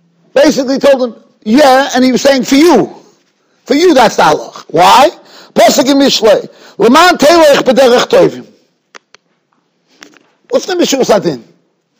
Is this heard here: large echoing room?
yes